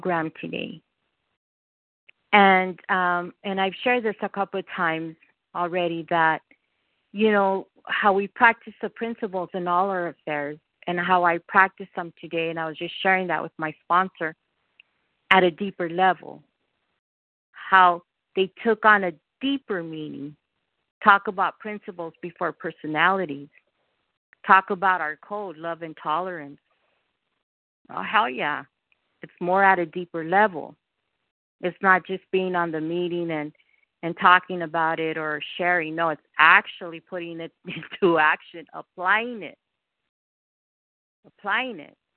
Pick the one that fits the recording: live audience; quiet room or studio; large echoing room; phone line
phone line